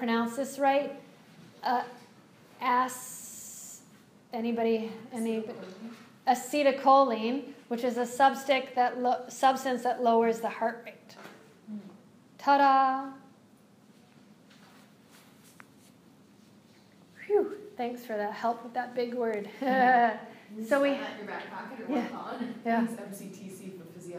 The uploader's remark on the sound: This is a live excerpt from ‘The Adventures of Super Stretch Mindfulness & Yoga Fitness Program For Children™ Yoga Enrichment Workshop’ lecture for a group of wellness professionals.